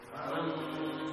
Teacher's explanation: sifat huruf gunnah pada nun mukhfah yang bertemu dengan 5 huruf isti'la itu bersifat tebal · Term: gunnah nun mukhfah